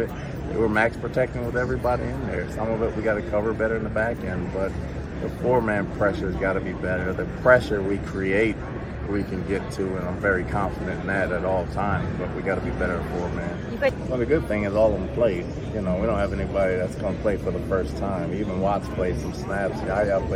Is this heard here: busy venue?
yes